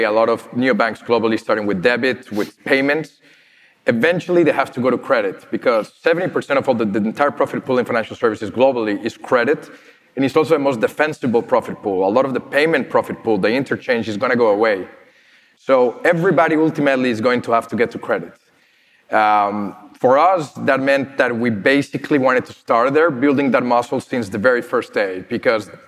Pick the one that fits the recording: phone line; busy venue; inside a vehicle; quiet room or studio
busy venue